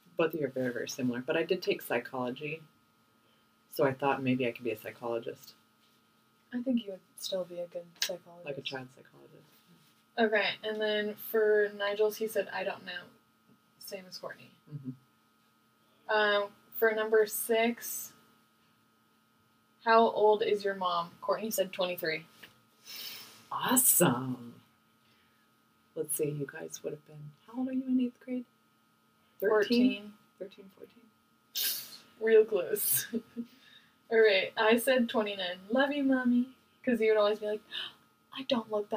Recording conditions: poor sound quality